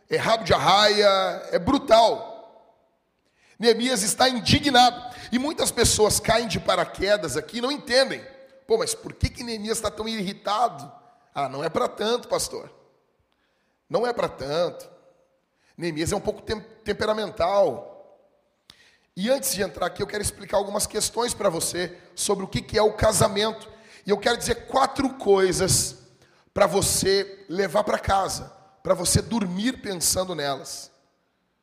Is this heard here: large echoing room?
yes